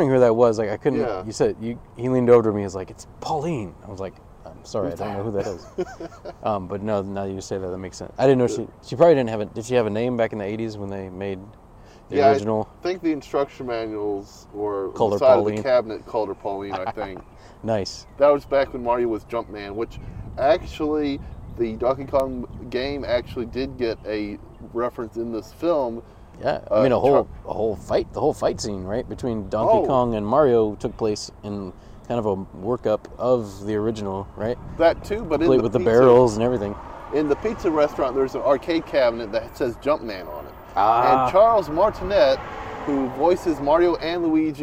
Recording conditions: outdoors